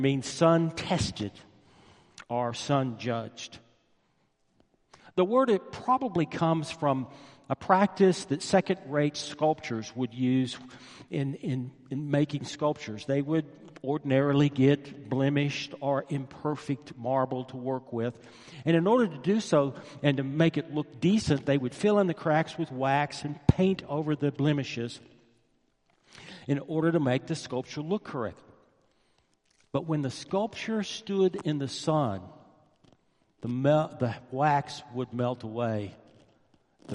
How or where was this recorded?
large echoing room